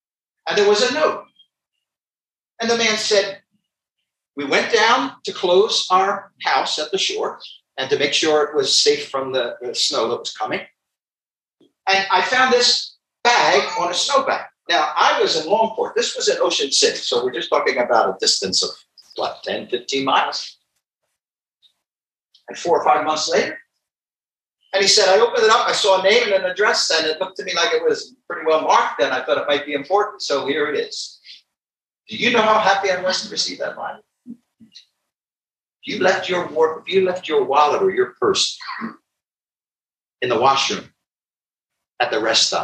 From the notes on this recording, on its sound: Gospel tent meeting. Quality of this recording is poor.